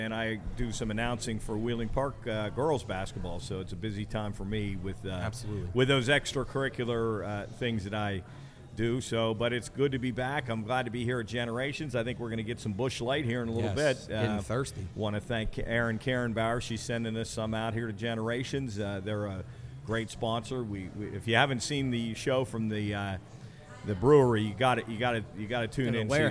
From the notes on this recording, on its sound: LIVE at Generations. LIVE on location.